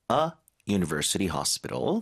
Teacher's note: university 앞에 U는 모음 같지만 실제 발음이 U, 반모음이어서 앞에 관사가 언이 아니라 어가 맞습니다.